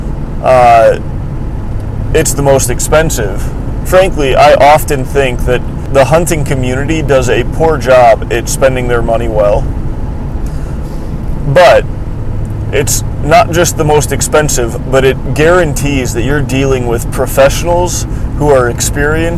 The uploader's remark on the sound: I do apologize for this being another episode recorded in my car, which makes it tougher to control audio and production quality.